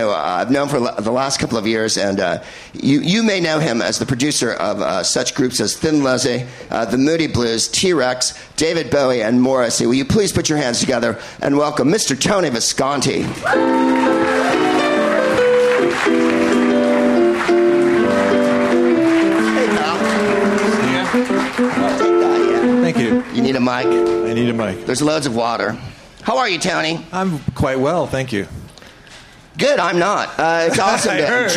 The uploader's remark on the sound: Live from Joe's Pub in New York City